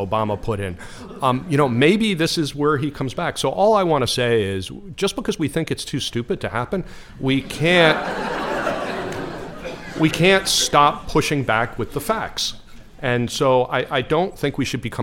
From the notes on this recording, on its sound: recorded a discussion in front of a live audience at the 1990 Institute in San Francisco